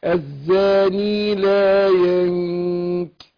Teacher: هنا نون ساكنة وبعدها الكاف هخفي النون عند الكاف عايزين نضبط الإخفاء أقول إيه الزاني لا ينكح مع الغنة حركتين